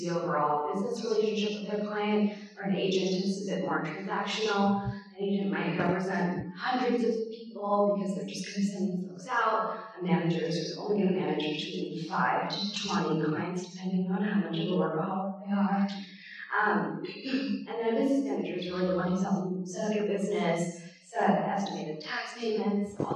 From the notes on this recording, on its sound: A panel recorded exclusively from Vidcon 2022.